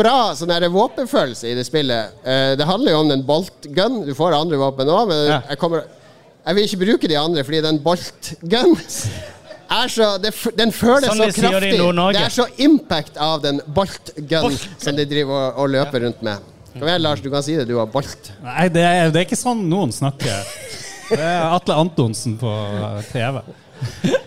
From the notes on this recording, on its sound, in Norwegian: Live fra TILT. For sin første liveopptreden noen sinne.